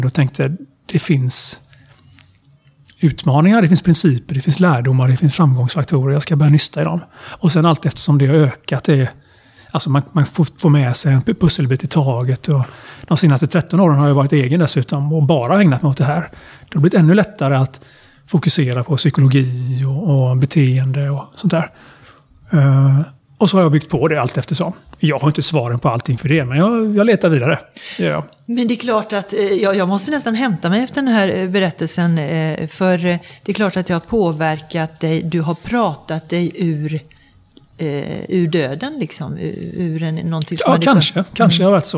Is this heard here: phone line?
no